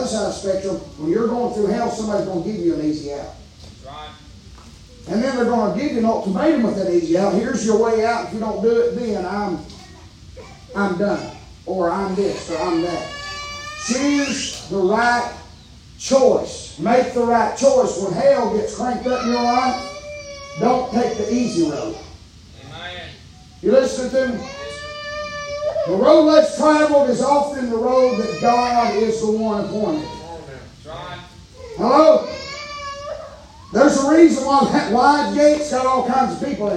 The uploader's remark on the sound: Preaching live from Still Water Baptist Church.